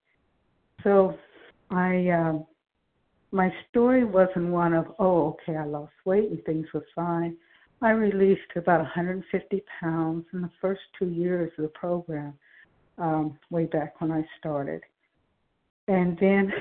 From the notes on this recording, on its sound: 100 Pounders Phone Meeting